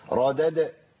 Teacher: وعندي الدال كررت معايا، عندي دال محركة بفتح وبعدين دال ساكنة